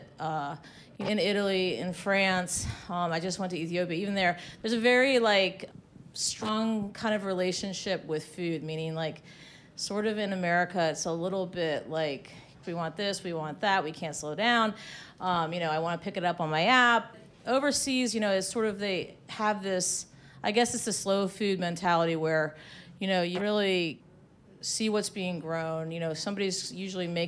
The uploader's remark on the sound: Recorded in front of a live audience at the Eaton Hotel—in conjunction with this month’s Women Who Travel meetup.